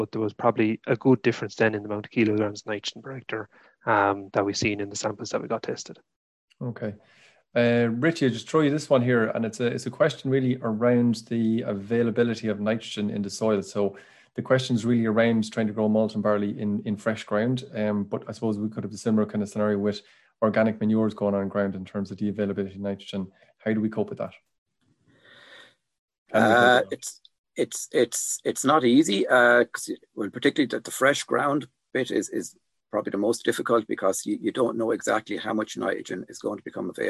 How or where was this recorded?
video call